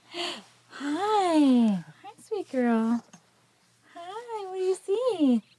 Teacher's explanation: So I heard sort of a breathy quality to this, a breathiness.